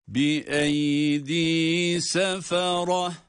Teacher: Ta harfi almış olduğu harekelerle okunmadı. sükuna dönüştüğü için ha ile okundu.